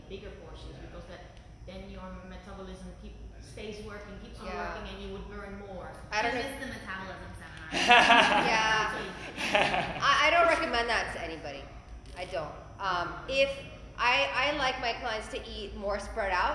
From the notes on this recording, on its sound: Present to a live audience at Peak 360 in South Miami.